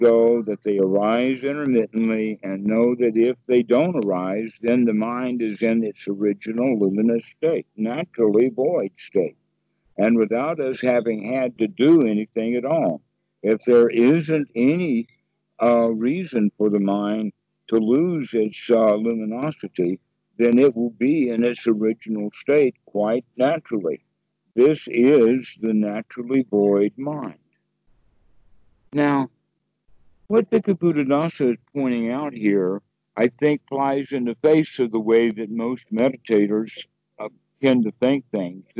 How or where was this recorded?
video call